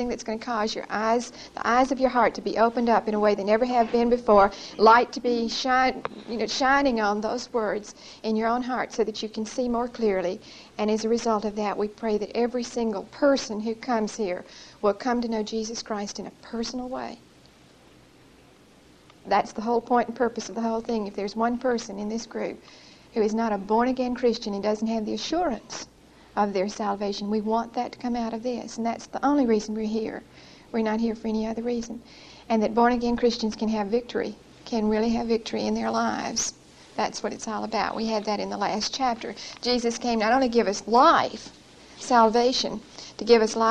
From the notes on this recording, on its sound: Recorded 9/9/1975 at Whitesburg Baptist Church.